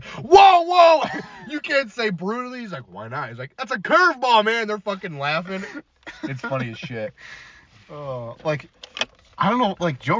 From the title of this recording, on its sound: Chatting in the Car